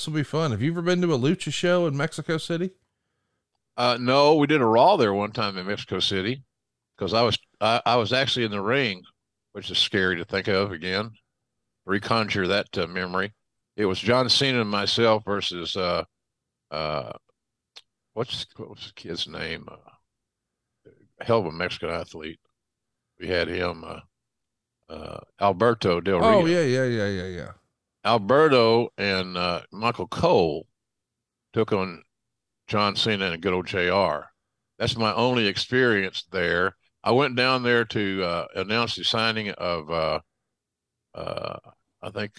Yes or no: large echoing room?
no